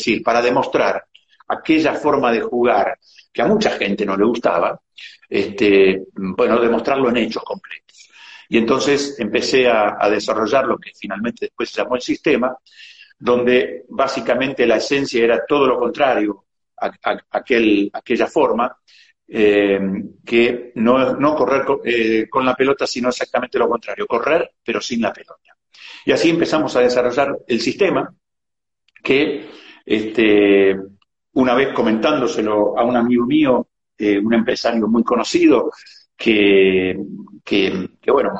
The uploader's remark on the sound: VIA INSTAGRAM LIVE